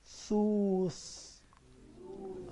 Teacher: أطلع اللسان عشان دي مش سين دي ثاء